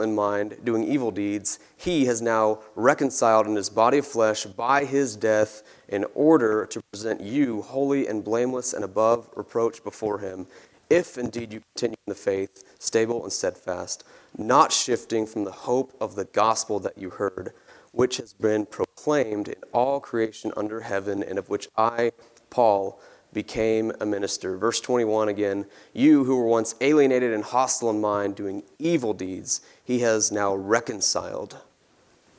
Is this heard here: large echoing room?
yes